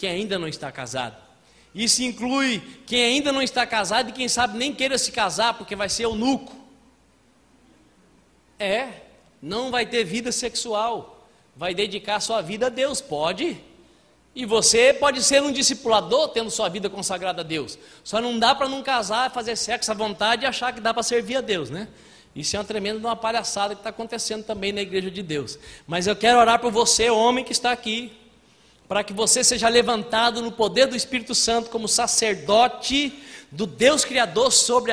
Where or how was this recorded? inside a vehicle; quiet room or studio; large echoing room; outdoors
large echoing room